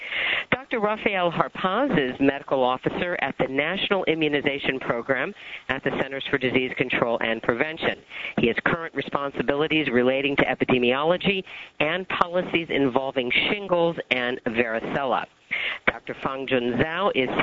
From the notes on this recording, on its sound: Author in the Room® Teleconference